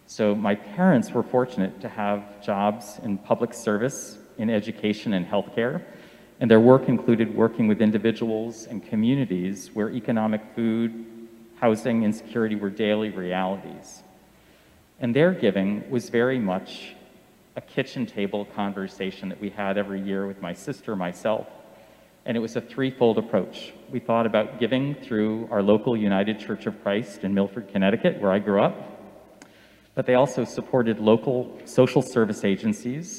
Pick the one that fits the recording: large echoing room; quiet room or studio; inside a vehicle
large echoing room